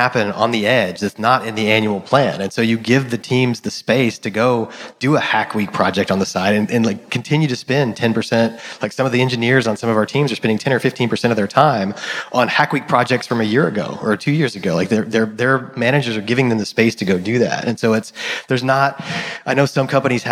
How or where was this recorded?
busy venue